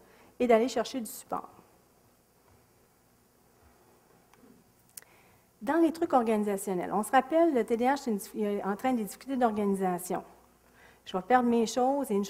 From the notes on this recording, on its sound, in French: Extrait de la conférence. Au cégep de Sainte-Foy.